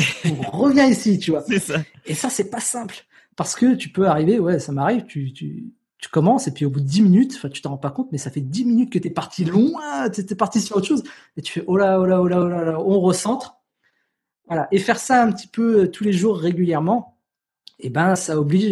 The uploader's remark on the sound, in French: Épisode enregistré à distance.